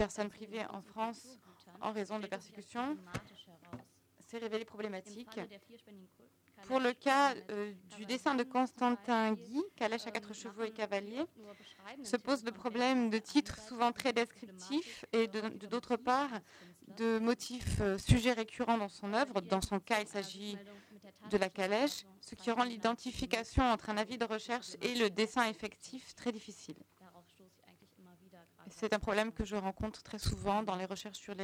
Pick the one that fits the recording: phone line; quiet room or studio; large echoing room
large echoing room